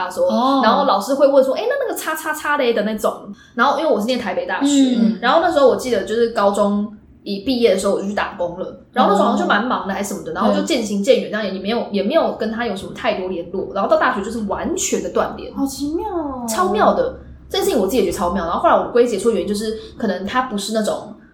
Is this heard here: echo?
yes